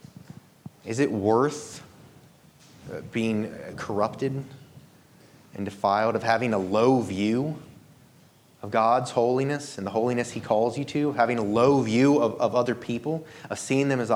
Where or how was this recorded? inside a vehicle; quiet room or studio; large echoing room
large echoing room